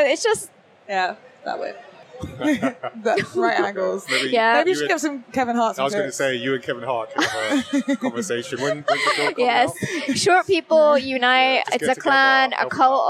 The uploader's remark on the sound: This week's episode is a rewind of our livestream adventures at the Insomnia 71 festival in September 2023! Recorded live from the show floor with a variety of guests.